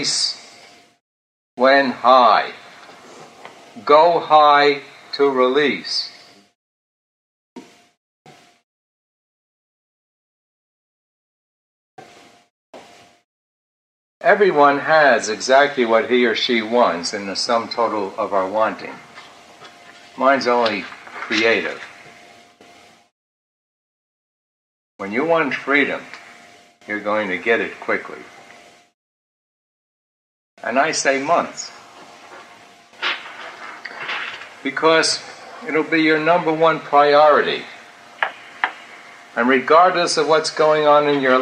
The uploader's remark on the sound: I cleaned up the audio a bit as the original was noisy.